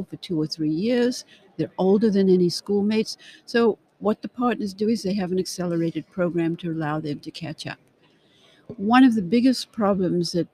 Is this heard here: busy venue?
yes